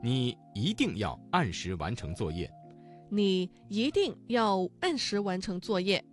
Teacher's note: 一定这个词当中的一在四声之前，它的读音就变成了二声 · Term: 语流音变